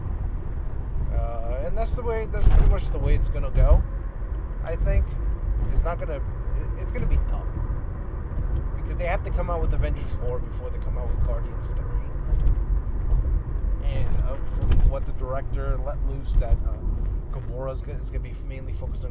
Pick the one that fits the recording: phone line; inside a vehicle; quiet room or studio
inside a vehicle